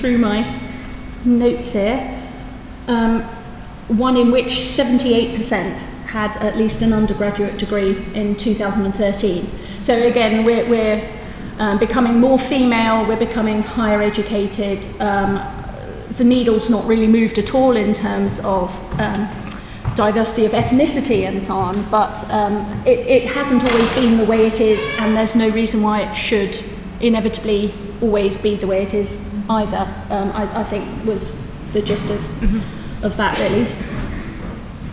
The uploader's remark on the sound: This special bonus episode features a live recording from the discussion panel we took part of as part of ICON’s annual meeting in November 2018.